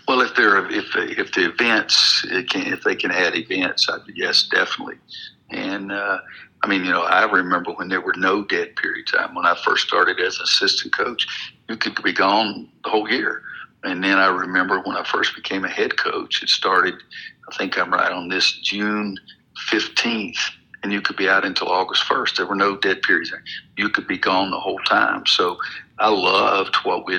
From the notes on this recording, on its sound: Spoke over the phone.